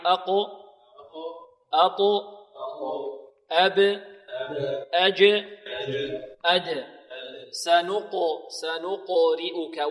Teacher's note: والقلقلة هنا اضطراب في المخرج، لا تميل لا إلى فتح ولا إلى كسر ولا إلى ضم، أو نقول تميل الفتح أو تميل حركة ما قبلها أو حركة ما بعدها، لا، اضطراب في المخرج، هي ساكنة، هي ساكنة لا تميل إلى حركة.